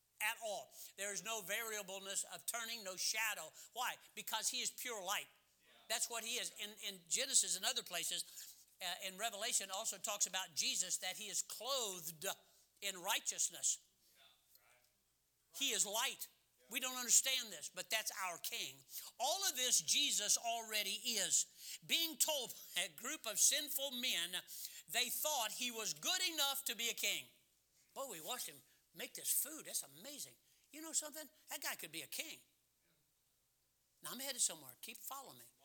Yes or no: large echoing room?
yes